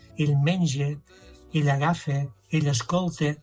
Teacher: la vocal neutra, que és del central, aquí la fem a Solsona amb una E tancada